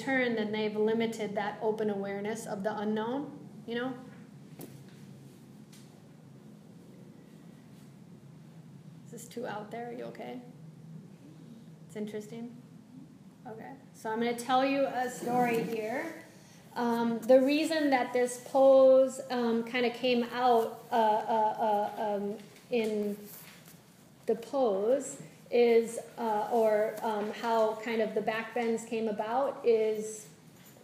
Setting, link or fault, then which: setting, live audience